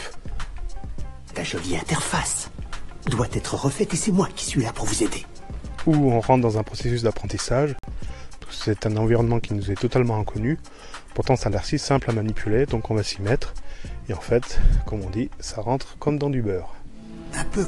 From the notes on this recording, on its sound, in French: Enregistrement avec le Zoom H1 en extérieur à la campagne. Pour correction de niveau de son dans le seconde partie.